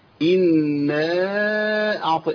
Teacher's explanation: ان مشدده يبقى لابد ان انا ايه اطول الزمن فيها شويه. في عندي الف بعد كده وبعديه ايه همزه، يبقى ده مد منفصل